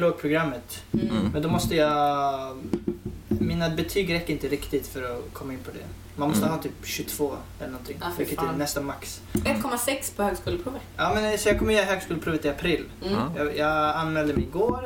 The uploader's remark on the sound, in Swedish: Tyvärr råkade vi ovetandes spela in avsnittet på ett knarrande bord vilket vi inte hörde under inspelningen.